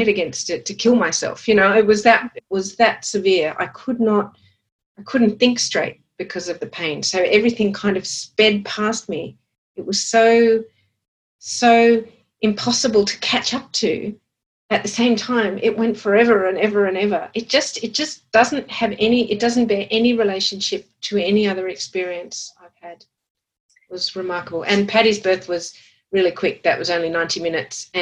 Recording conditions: video call